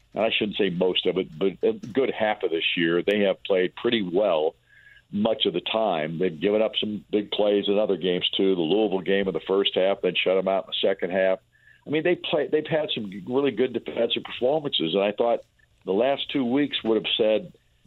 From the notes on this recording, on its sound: takes some phone calls from listeners of the show